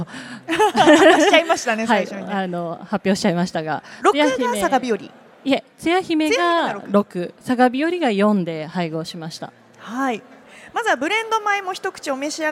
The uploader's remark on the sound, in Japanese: CRAFT SAKE WEEK 2023 at ROPPONGI HILLSにて公開収録。